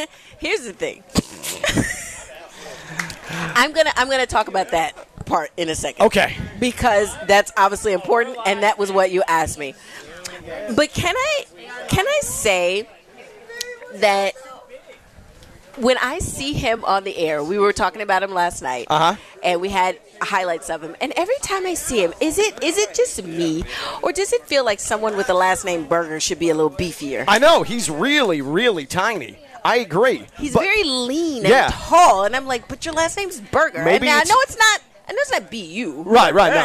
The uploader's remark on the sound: Live from the Honda Classic